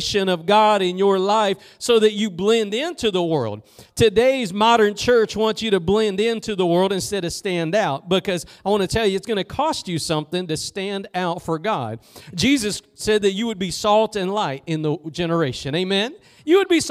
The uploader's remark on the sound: Preached at Gospel Lighthouse in Bossier City, La.